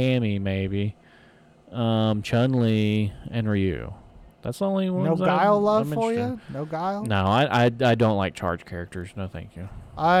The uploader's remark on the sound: The One Where We Get In The TRUCK.